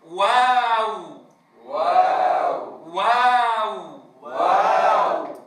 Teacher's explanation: إعطاء الواو حقها من الرخاوة مع ضم الشفتين عندها · من ضمام الشفتين إلى الأمام مع ارتفاع أقصى اللسان